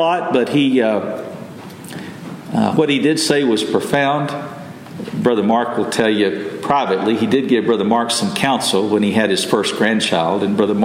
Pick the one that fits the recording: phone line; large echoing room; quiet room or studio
large echoing room